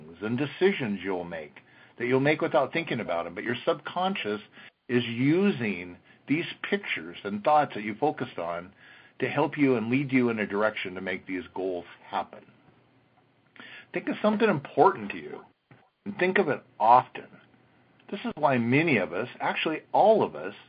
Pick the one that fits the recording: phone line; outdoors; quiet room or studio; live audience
phone line